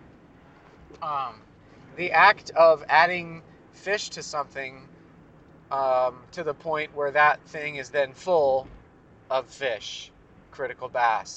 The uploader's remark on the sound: Recorded while I was driving, whilst inside a 99 Cents Only store, and more while putting up the car-tent.